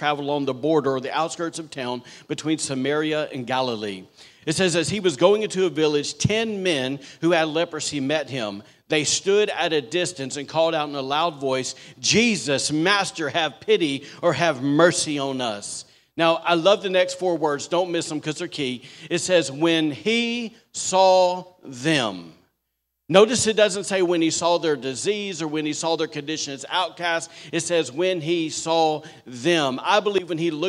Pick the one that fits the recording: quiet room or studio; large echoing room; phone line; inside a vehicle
large echoing room